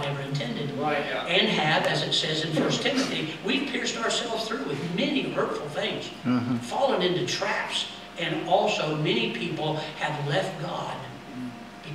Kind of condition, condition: setting, large echoing room